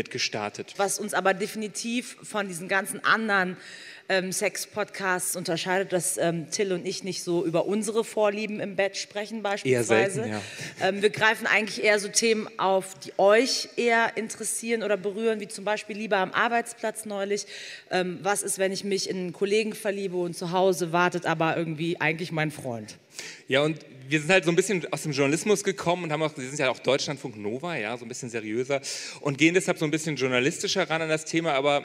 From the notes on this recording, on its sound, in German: Beim Podcastfestival in Hamburg